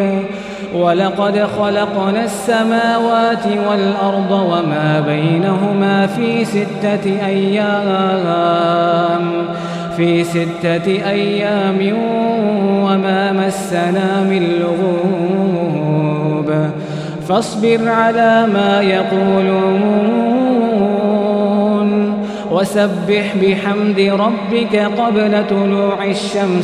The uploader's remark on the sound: Taraweeh 2019-1440 | Masjid Safia Kanoo | kingdom of Bahrain